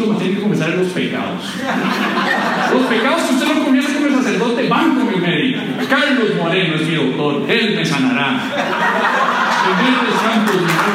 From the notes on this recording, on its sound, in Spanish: una breve recopilacion con algunos audios del show "Incorrectos"